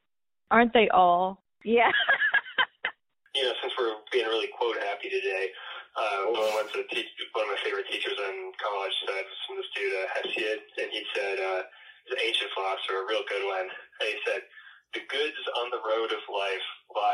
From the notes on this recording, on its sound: Heads to the streets of San Francisco and makes phone calls around the country to interview people about their careers.